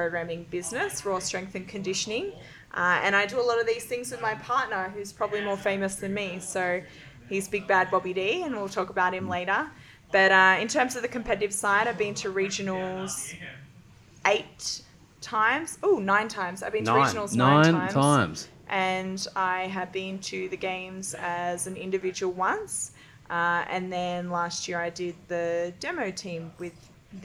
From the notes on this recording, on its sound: Live from an Athlete Training Camp in Bali